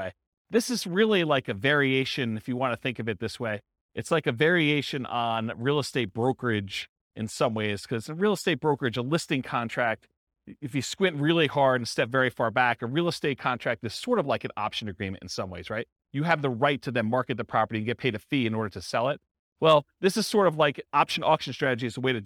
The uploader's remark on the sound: This was a live class recorded